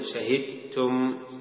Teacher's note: إدغام الدال بالتاء إدغاما كاملا بغير غنة